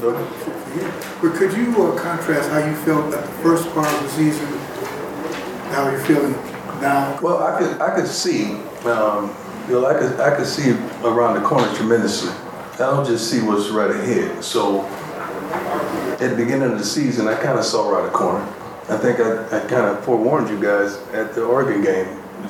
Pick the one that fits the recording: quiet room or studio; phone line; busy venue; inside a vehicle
busy venue